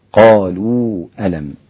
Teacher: يتعين عليك أن تقصر هذا المد حركتين فقط · Term: مد منفصل